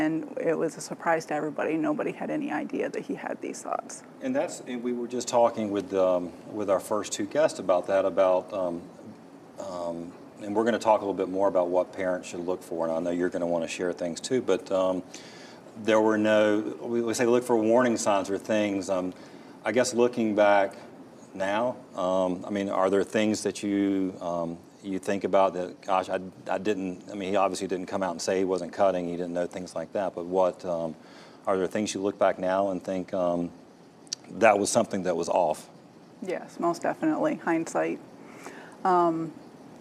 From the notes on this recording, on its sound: panel discussion was recorded with a live studio audience